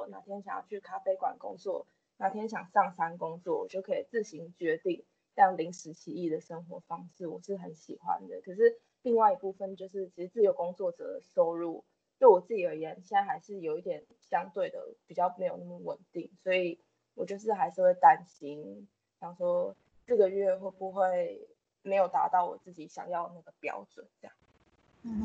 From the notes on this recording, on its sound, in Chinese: 本集音質比較差，建議避免使用耳機收聽